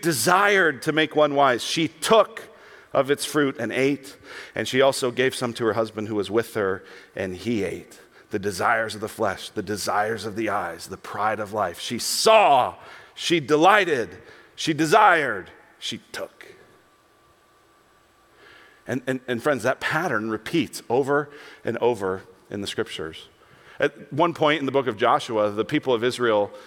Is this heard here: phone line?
no